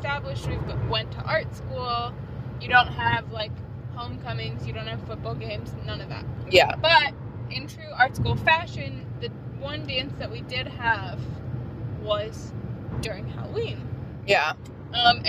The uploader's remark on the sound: Carcast